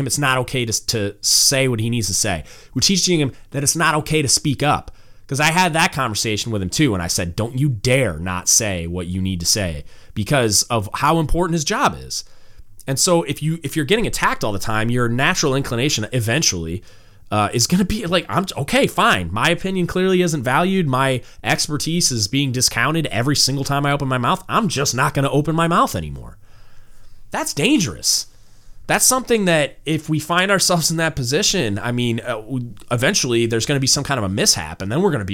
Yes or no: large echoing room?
no